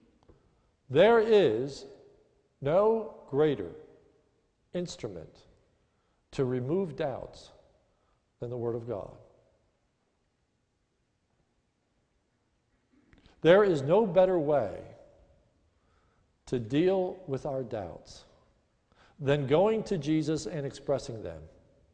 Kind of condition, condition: setting, large echoing room